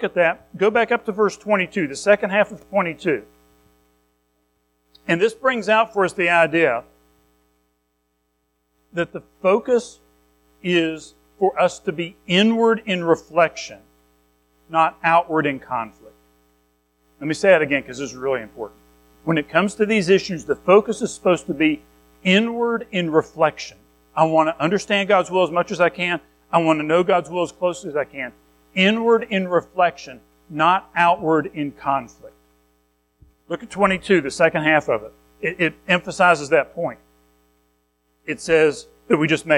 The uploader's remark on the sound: Recorded at Madison Baptist Church in Madison WV on Oct 22, 2023